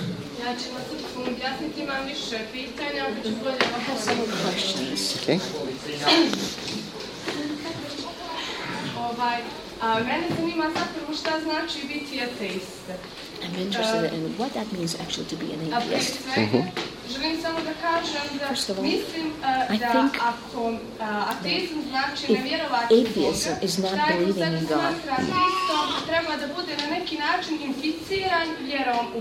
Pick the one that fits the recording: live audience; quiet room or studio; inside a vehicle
live audience